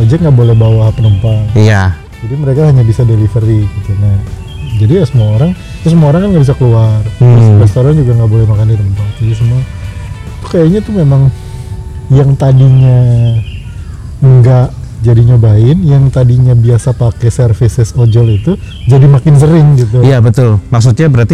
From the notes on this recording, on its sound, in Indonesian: Tolong dimaafkan kresek-kresek di beberapa detik pertama.. Mic-nya beradu sama masker.